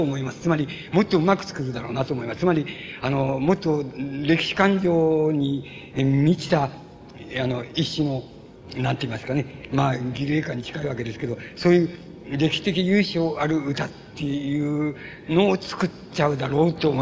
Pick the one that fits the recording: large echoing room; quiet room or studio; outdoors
large echoing room